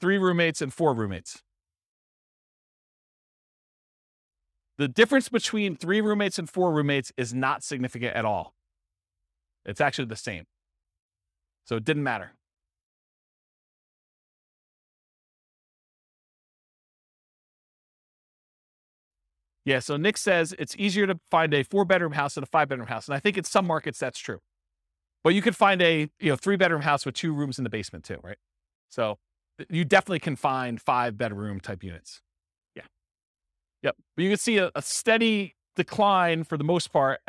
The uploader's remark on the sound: This was a live class recorded